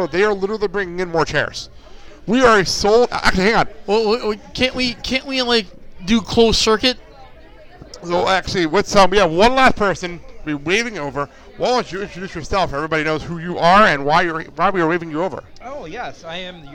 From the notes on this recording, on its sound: Did a show live in the bar area of the Elks Lodge 400 before Brew City Wrestling Rise to Honor XV.